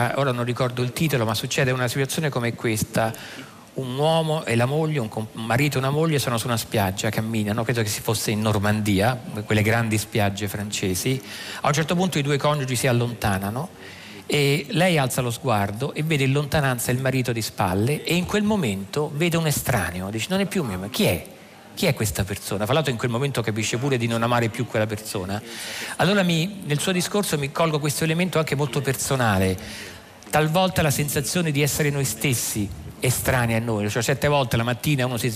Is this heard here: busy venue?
yes